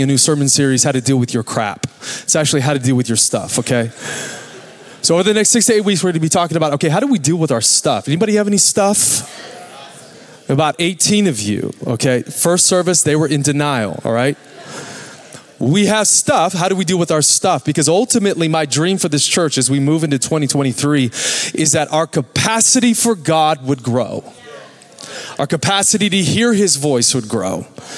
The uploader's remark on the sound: Recorded Live at Capital Church Meridian, Idaho.